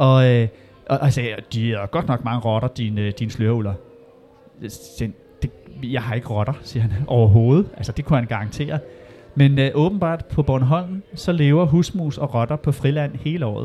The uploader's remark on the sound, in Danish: Podcasten er taget på Folkemødet